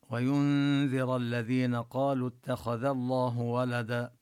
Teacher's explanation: الذال نلفظها من مخرجها لا نلفظها مثل حرف الزاي